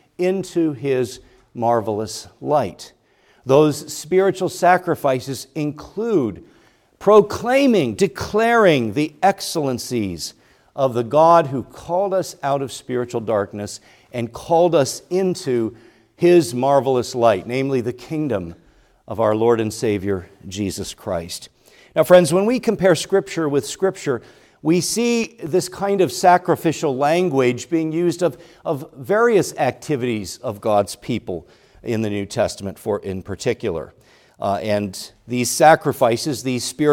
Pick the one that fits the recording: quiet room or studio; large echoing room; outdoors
large echoing room